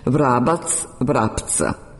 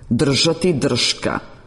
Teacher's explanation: kada se zvučni nađu pred bezvučnim suglasnicima, pretvaraju se u svoje bezvučne oponente i obrnuto, kada se bezvučni nađu pred zvučnim suglasnicima, pretvaraju se u svoje zvučne oponente. · Term: regresivna asimilacija suglasnika po zvučnosti